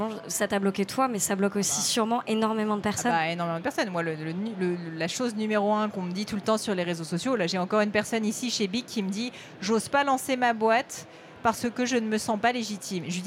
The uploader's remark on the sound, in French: Est un peu spécial, car il a été enregistré au BIG 2023, le plus gros événement autour de l’entrepreneuriat en Europe.